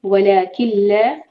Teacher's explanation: ادغام ہو رہا ہے بغیر غنہ کے تو نون کی آواز بالکل نہیں نکالیں گے